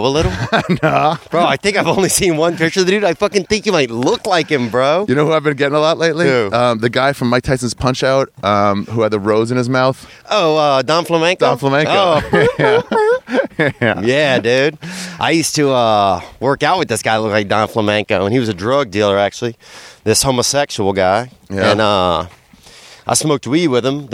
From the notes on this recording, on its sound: Met me at a secret hike in LA to do a walking podcast about hiking.